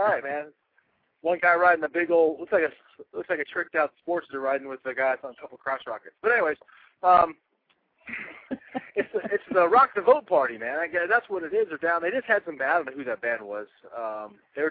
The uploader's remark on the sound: LIVE! from the Presidential Debate - Ole Miss Campus